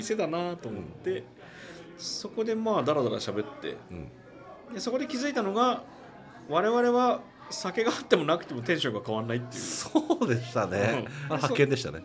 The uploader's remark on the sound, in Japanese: 今回は対面です！東京での収録です！東中野にあるPodcastスタジオとクラフトビールのお店「雑談」にて録りました。